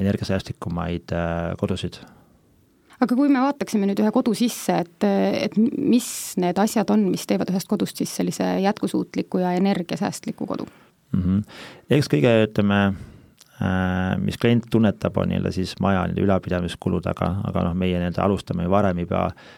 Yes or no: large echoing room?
no